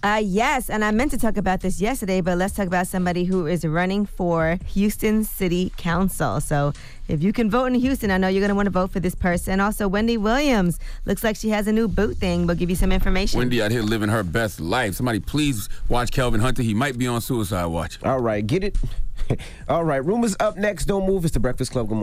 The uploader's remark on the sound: we opened up the phone lines to see what our listeners thought